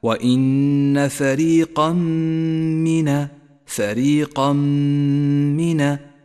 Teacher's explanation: التنوين وبعده حرف الميم، إدغام بغنة، نسقط التنوين من اللفظ ولذلك لون بالرمادي، ونشدد حرف الميم الذي بعده ونقف عنده بغنة زمنها حركتان